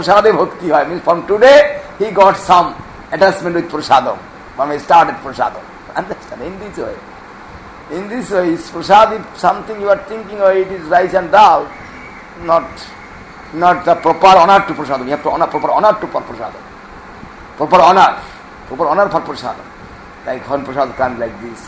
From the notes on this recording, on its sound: An extract from a lecture given on 7 September 2009 in Sri Chaitanya Saraswat Math, Nabadwip Dham.